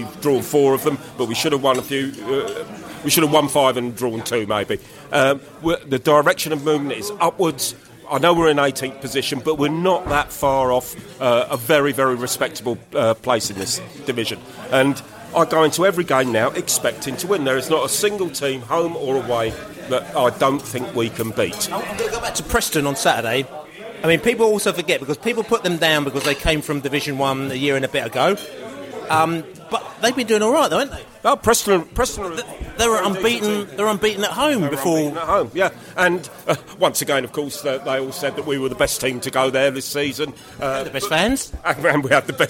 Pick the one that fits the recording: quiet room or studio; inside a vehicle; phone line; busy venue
busy venue